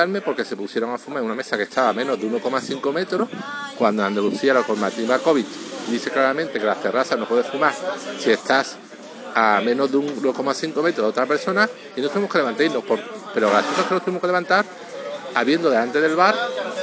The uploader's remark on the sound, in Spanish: con ruido de un pub de fondo, así que la calidad no sera muy buena